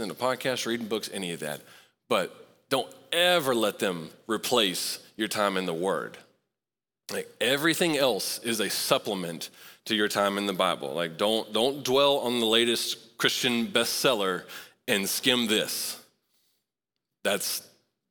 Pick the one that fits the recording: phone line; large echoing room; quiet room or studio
large echoing room